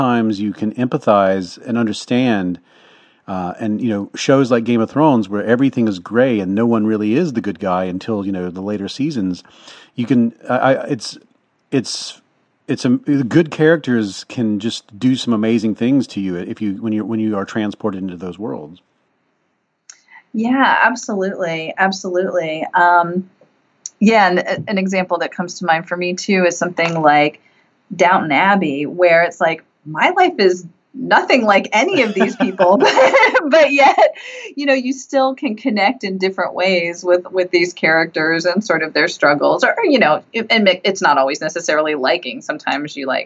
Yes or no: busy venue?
no